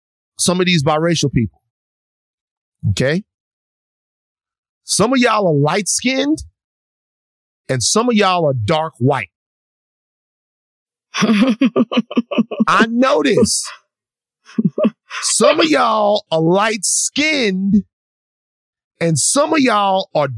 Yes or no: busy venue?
no